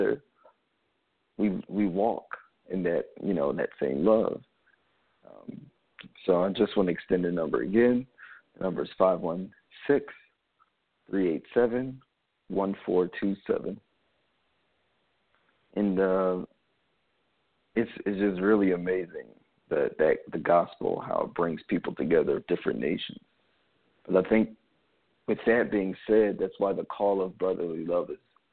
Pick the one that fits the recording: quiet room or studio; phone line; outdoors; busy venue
phone line